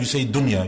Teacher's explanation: You don't hold it, you don't make ghunna · Term: idhar